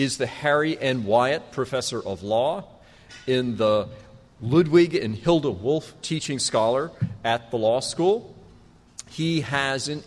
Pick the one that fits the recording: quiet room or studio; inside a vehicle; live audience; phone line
live audience